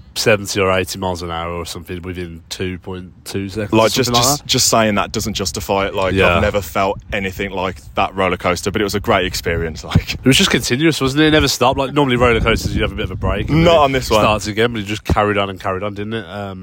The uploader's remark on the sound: Live from Central Park, New York